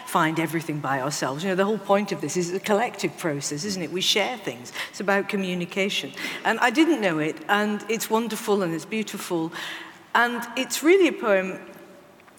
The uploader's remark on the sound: This event was recorded on the 2nd March 2018, in London